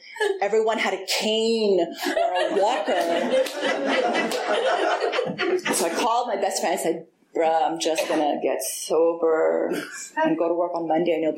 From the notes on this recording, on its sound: This was recorded in 2021 at the North Oakland AA Open speaker meeting. This event is live and on Zoom.